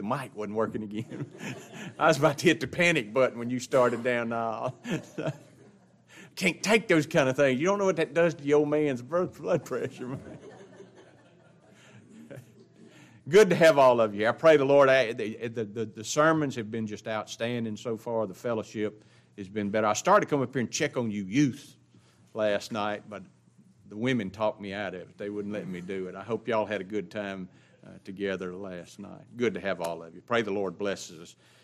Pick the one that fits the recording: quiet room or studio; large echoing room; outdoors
large echoing room